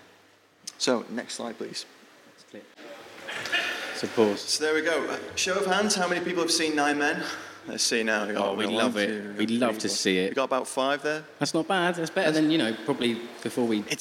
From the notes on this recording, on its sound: We Have Ways Festival 2023. We recently gave a talk at the fantastic 'We Have Ways of Making You Talk' podcast Festival.